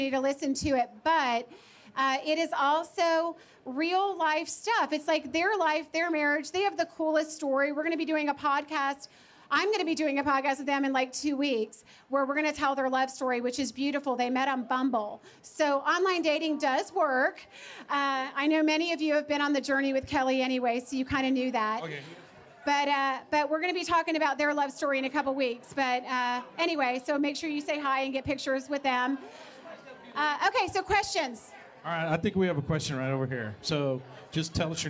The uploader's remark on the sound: Loveability Live! Takes a few questions from the audience at the Loveability launch party.